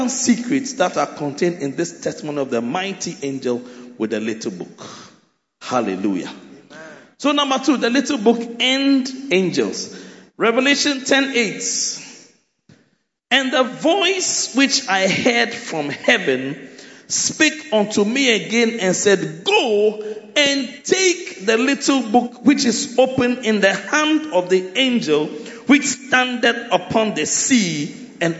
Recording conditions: large echoing room